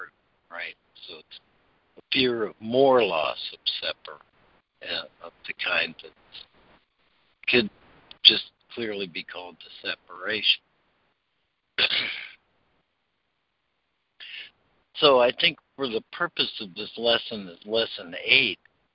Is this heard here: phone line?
yes